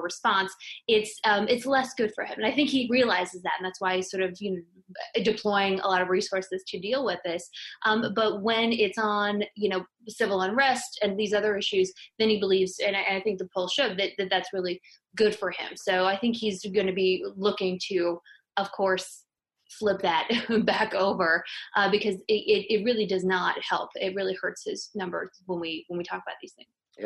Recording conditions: video call